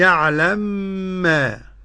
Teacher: قرأ السوسي بإدغام المثلين